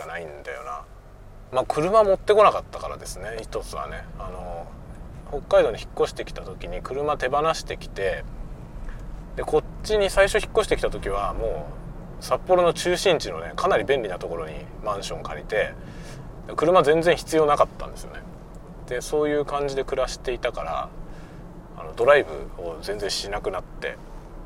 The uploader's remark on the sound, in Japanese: 車運転しながら雑談。尻切れで終わってます。